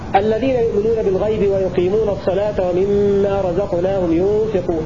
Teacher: قرأها الأول لقالون بسكون الميم